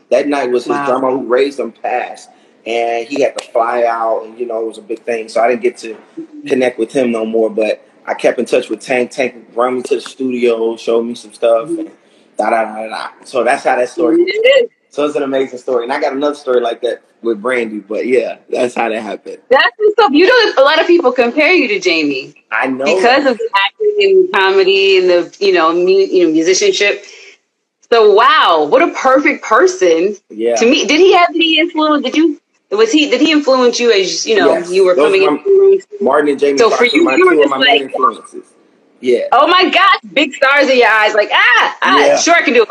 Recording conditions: video call